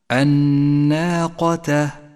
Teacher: اقرأ كلمة الناقة، ولاحظ اللام الشمسية التي لونت بالرمادي إشارة إلى عدم نطقها، والنون المشددة التي لونت بالأخضر إشارة إلى حاجتها إلى الغنة، الناقة. الألف مرققة والقاف مفخمة